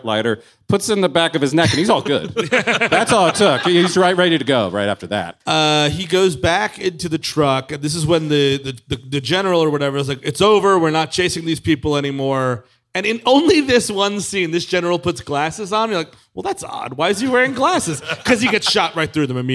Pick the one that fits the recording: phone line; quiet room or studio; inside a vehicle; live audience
live audience